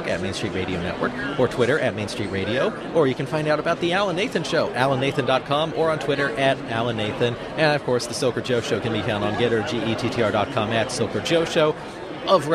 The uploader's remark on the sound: live from CPAC